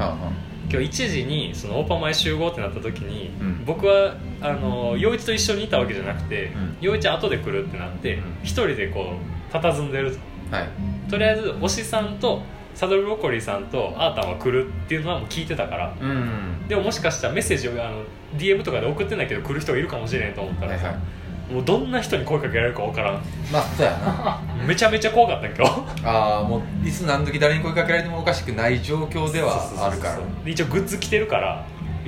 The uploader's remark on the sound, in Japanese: 1周年記念オフ会。ネオ五条楽園花見大会が雨天によりオフ会に変更となったため、カラオケにてツイキャスと同時進行で収録も実施！カラオケなので雑音多め。